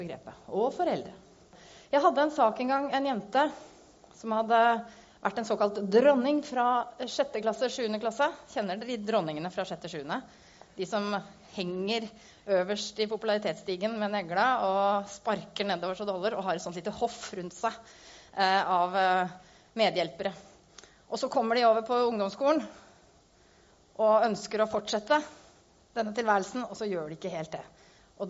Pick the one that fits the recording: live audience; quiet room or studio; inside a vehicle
live audience